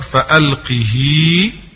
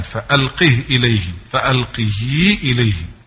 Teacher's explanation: فقرأها الأصبهاني بالكسر فألقه، وحفص بالإسكان